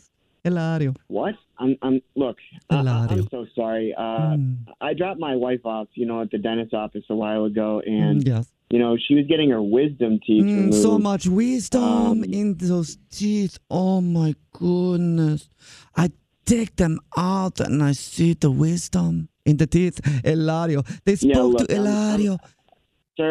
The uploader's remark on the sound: Phone Prank